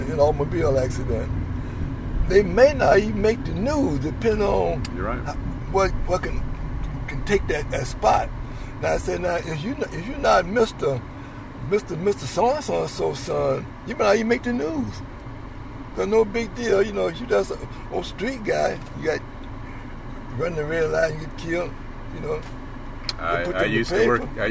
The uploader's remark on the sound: Hop in the car with me as I ride along with a driving instructor.